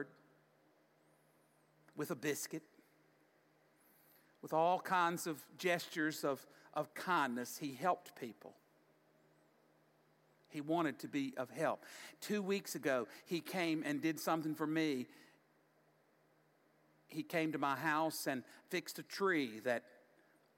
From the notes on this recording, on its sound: Audio taken from the Crosswalk Worship Service.